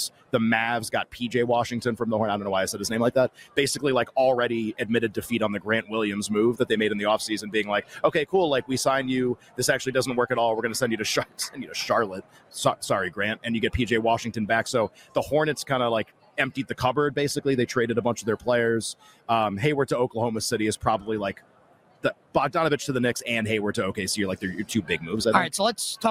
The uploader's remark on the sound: LIVE FROM RADIO ROW!